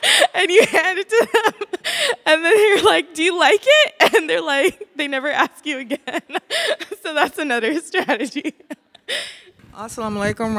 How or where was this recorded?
live audience